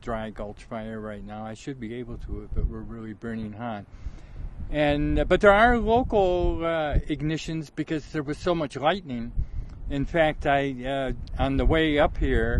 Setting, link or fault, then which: setting, outdoors